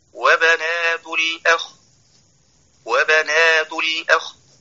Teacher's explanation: نطق الخاء فهي ليست مشددة، عندما يقف عليها سيقف بسكون عارض نتيجة الوقف